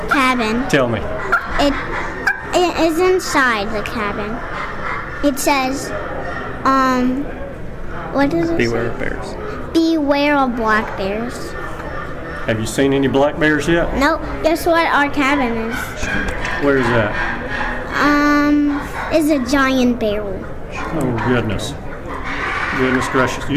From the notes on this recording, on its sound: the interviews from this year's Unicoi Custom Turkey Call Maker's Show held in January of 2024 at Unicoi State Park outside of Helen, GA